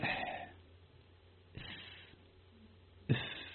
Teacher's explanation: مرور الهواء، ولكن بحكة أو بشيء من الملامسة، هذه الملامسة هي التي تخرج لنا صوت الهمس، الصوت كأنه فحيح، ها؟ · Term: الحرف المهموس